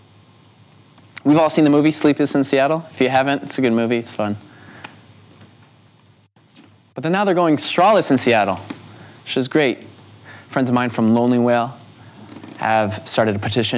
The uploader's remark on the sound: This talk was recorded at Vevolution Festival 2018.